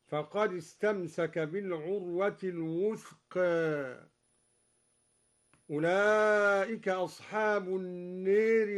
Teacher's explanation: قرأ الدوري بتقليل الوثقى وإمالة ألف النار